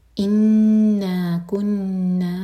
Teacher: دونوں نون پر شدہ ہے غنہ کریں گے